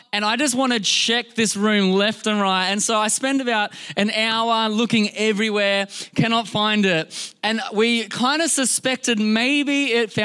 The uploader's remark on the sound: This was recorded in our Melbourne service on the 25th of December, 2022